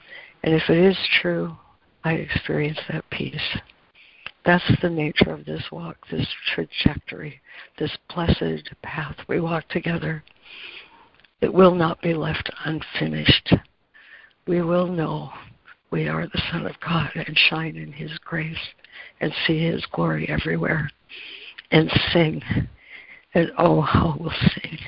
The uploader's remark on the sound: ACIM Daily Conference Call.